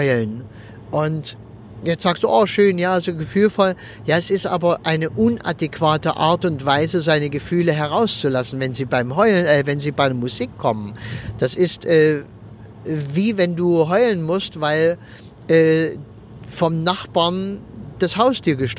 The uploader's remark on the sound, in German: wenn ich mit meinem Aufnahmegerät am Straßenrand im Auto sitze, wenn ich während der Autofahrt aufnehme oder sonst irgendwie, dann ist die Aufnahmequalität etwas gemindert.